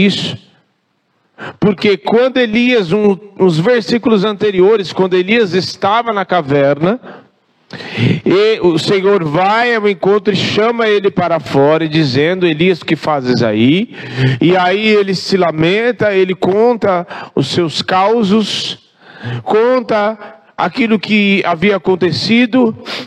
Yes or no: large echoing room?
yes